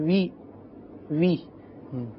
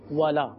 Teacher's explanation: یہ وی نہیں ہے، یہ واو ہے، اس میں ہونٹ مکمل گول ہوں گے · Shown in: second take · ولا صحیح.